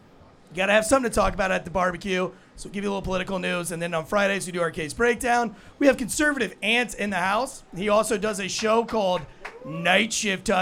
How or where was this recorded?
busy venue